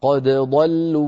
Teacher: قراءة على رواية حفص عن عاصم الدال مظهرة، فنقول قد ضا بدال مرققة ثم ضاد مفخمة قد ضلوا ومن غير إدغام